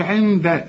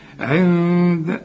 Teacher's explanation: النون بتاعت عند دي اخفيها وغنها عشان الدال دي من حروف الإخفاء · Shown in: second take